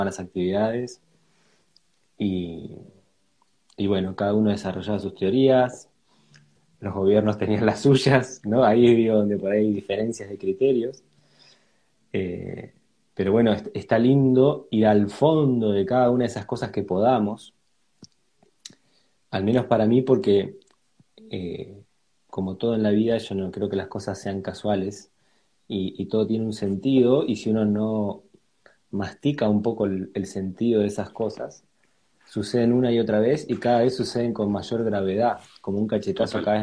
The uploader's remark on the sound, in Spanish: Audio de la charla en vivo por Instagram